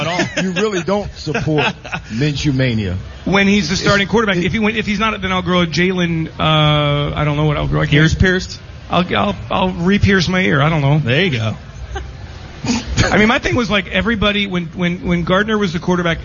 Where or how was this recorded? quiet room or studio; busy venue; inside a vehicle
busy venue